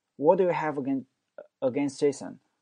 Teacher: 这个 what 这个 t 在结尾可以不发音。第二个 did 和 you，d 加 you 变成 you。What did you have againstJason？Against 这个 t 是不发音的，直接变成了 againstJason。What do you